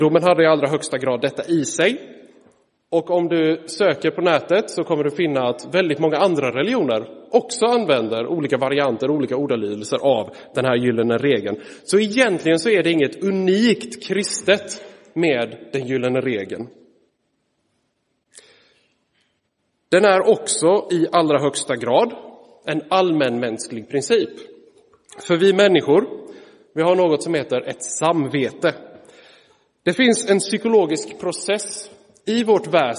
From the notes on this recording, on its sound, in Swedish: Inspelad i Roseniuskyrkan den 3 september 2023.